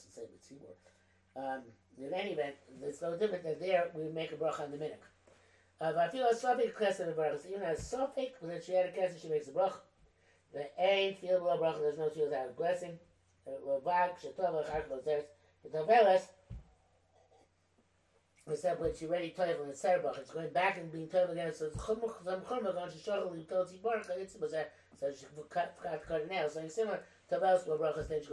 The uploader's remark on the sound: The sound is not great on this recording, because I didn't realize that the microphone had fallen down. I think it's still audible.